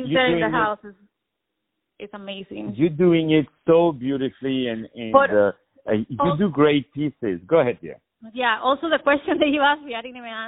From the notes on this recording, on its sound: On the phone